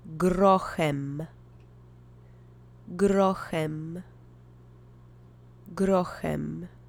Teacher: the CH letter combination actually produces the H sound, not chem or tchem · Try to roll the R if you can. The accent is on the first syllable.